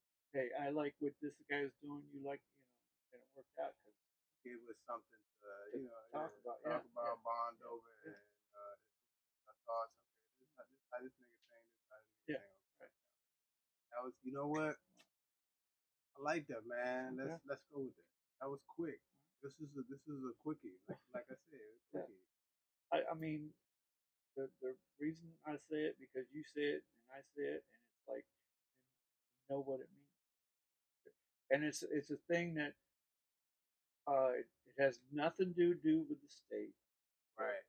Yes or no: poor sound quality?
yes